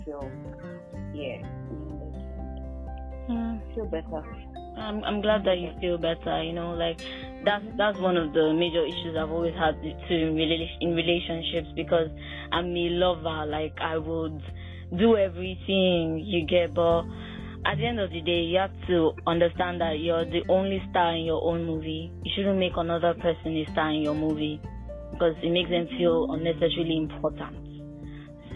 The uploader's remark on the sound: In this episode I did a phone interview.